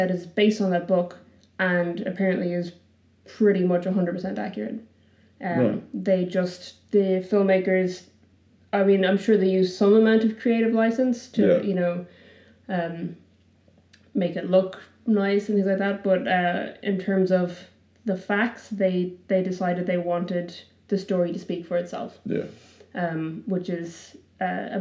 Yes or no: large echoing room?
no